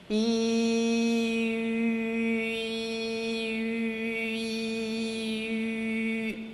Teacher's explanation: Az ű nem más, mint az i, melyhez ajakkerekítés társul.